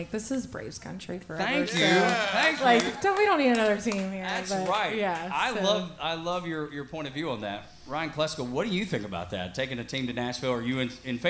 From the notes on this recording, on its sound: BRAVES COUNTRY PODCAST LIVE at SMITH’S OLDE BAR - PRESENTED BY LIVE AT THE PRINT SHOP!